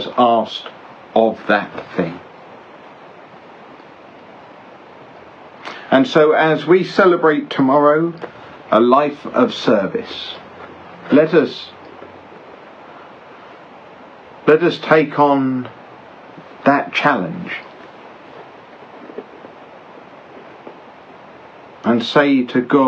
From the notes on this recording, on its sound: Each week, on a Sunday evening, I livestream a short meditation on the Psalms in the Bible. The livestream takes place from various locations, often with other ambient noise in the background.